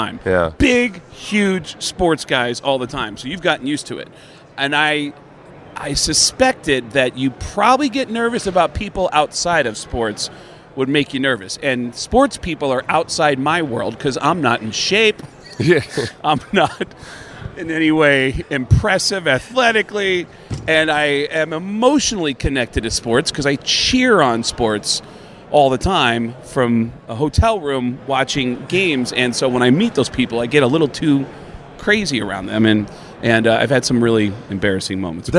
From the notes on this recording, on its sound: live from Las Vegas on Radio Row